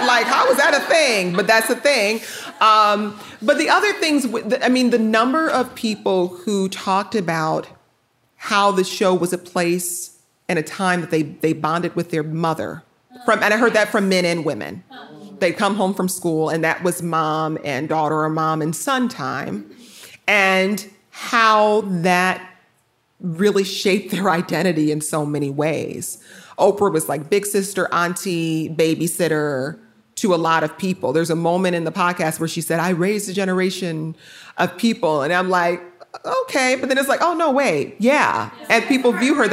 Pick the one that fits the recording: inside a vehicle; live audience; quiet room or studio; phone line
live audience